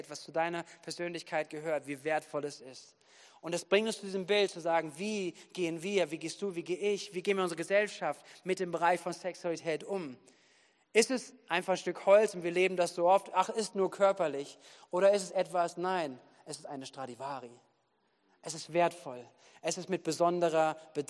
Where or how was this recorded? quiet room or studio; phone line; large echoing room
large echoing room